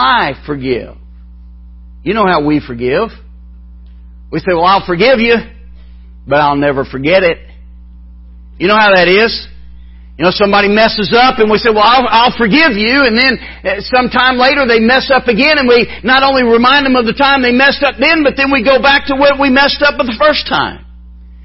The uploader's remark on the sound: MBC Spiritual Renewal Service Morning Service